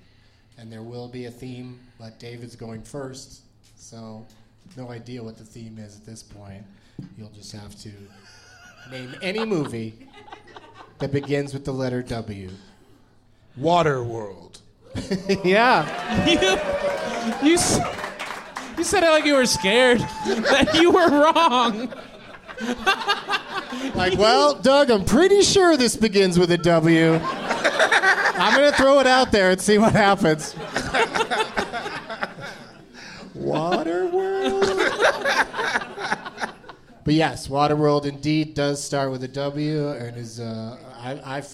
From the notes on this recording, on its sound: Live from Comedy Works in Denver